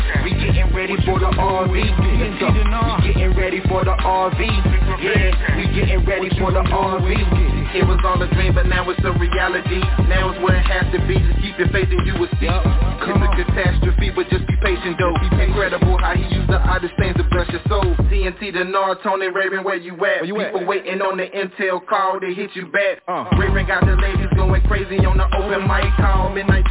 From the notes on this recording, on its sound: TNTSuperfantastic Conference Call.